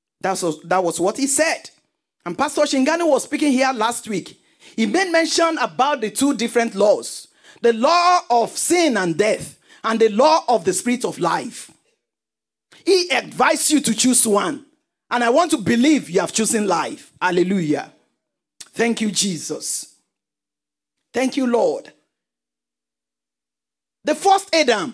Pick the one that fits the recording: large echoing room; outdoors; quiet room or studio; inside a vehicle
large echoing room